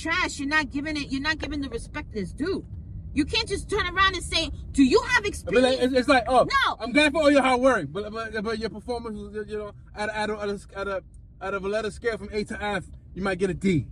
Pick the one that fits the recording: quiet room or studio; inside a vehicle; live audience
inside a vehicle